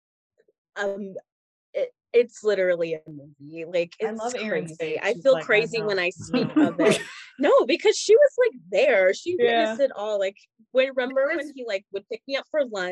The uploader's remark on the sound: in the BMB Zoom Room